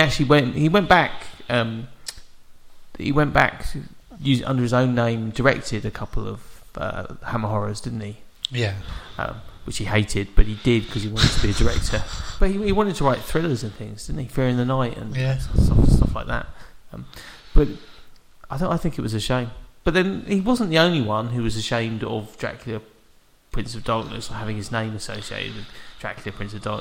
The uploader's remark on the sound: Quick note about the audio: the room we normally record in has been redecorated and has lost some of the soft furnishings. Therefore the audio is slightly echoey.